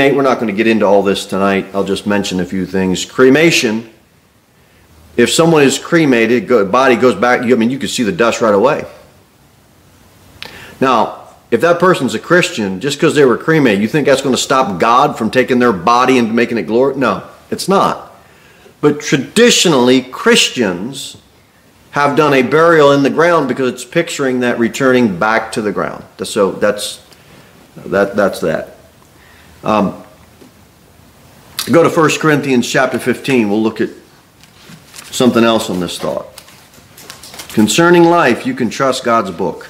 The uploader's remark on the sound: Sermon delivered at Pilgrim Baptist Church